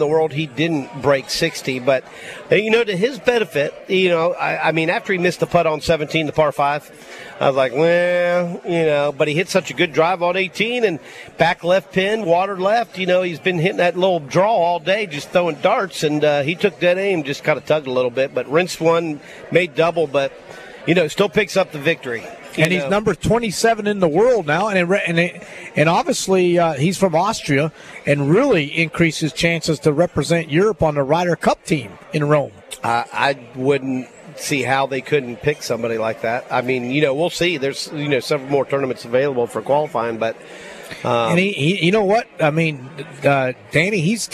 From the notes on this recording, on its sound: LIVE From Felix's Fish Camp!